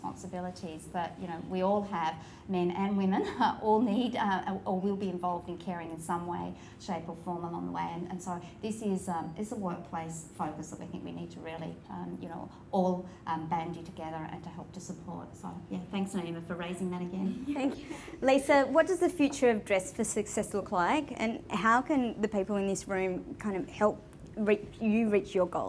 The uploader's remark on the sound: A live broadcast of The Style Edit , the fundraising event. A live broadcast of The Style Edit , the fundraising event I hosted and produced in association with DFS Sydney and in celebration of International Women’s Day.